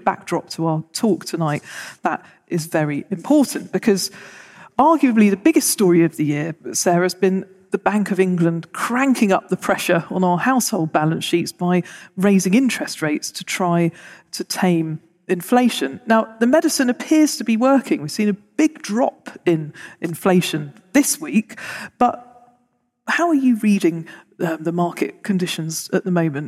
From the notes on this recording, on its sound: Recorded in front of a live audience at the Bristol Economics Festival. The audience pitches in with questions.